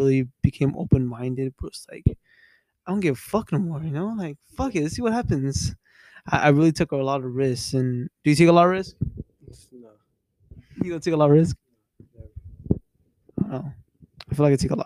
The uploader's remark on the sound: Mic is still bad.